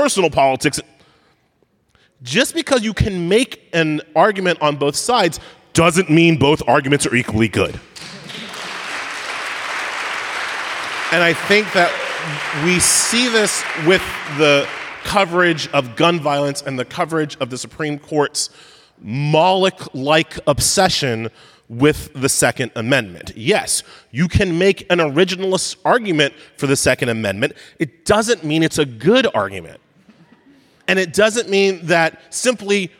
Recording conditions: live audience